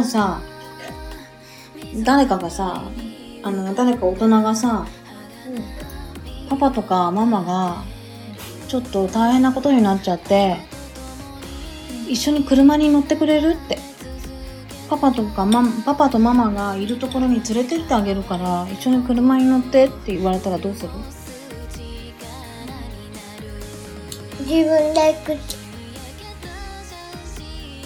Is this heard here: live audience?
no